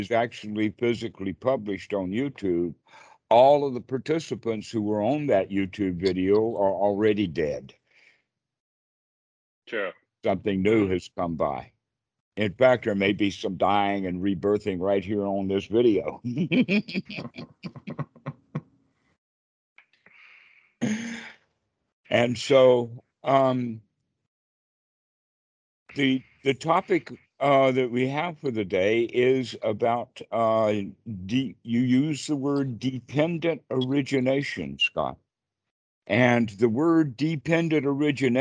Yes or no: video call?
yes